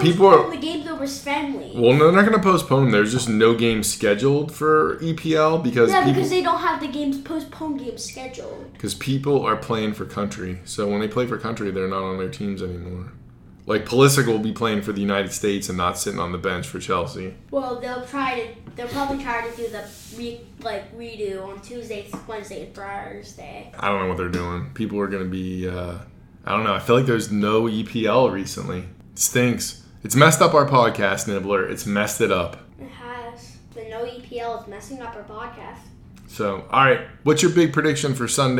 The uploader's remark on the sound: Air conditioner background noise, yelling, and the Queen's untimely passing (June would have been better) has led to our worst podcast to date!